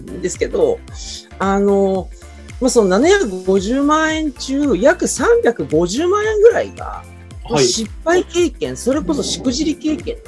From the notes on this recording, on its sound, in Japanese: こちらの配信は2022年4月にLinkd In上で行われたライブイベント企画での収録となります。